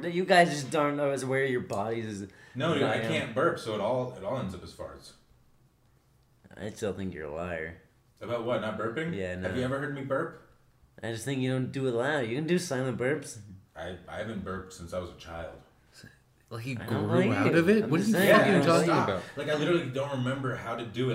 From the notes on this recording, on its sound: We record together in person for the very first time! The microphone was positioned weird so it sounds bad!